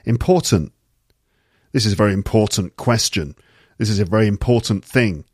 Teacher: Sometimes the T at the end gets cut.